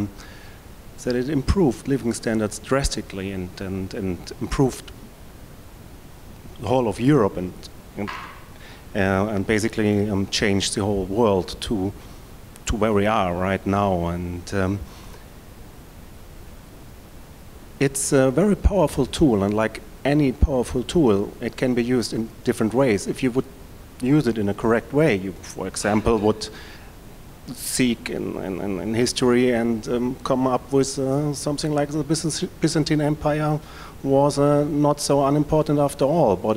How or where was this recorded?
live audience